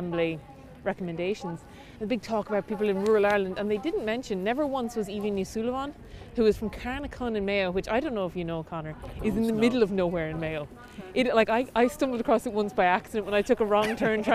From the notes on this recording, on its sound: Recorded during a climate action march in Dublin on 9 December 2023.